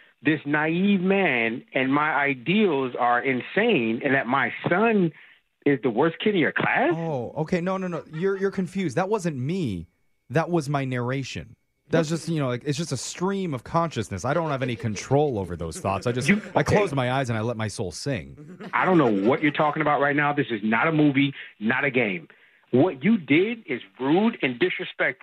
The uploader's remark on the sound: Phone Tap